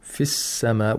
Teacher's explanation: فِي السَّمَاءِ، we have sun letter. Seen is the sun letter. So the lam is not pronounced, even though it's written.